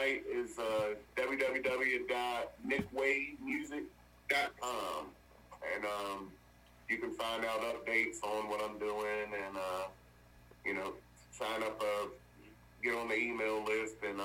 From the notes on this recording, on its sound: burnt the phones lines to Virginia